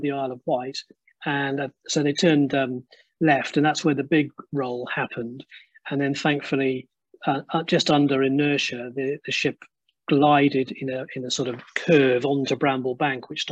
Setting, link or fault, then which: link, video call